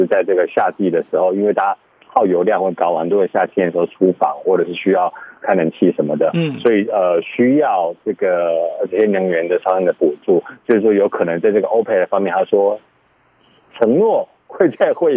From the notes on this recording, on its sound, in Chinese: 連線美國之音白宮記者